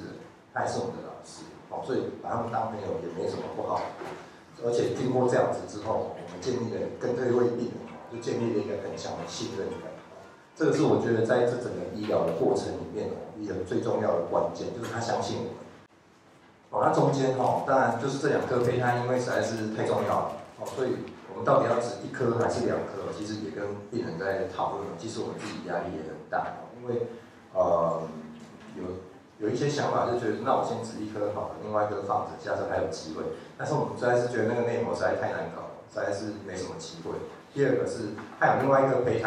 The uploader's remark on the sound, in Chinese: 當天只有用手機錄音，有些背景雜音請見諒。